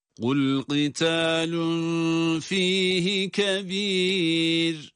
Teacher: Ra sakin, kendinden önceki hareke dikkate alınıyor. Burada kebir kelimesindeki esre sebebiyle duruş halindeki ra'yı ince okuyoruz.